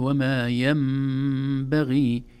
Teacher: النون الساكنة تنقلب إلى ميم إذا جاء بعدها حرف الباء · Term: الإقلاب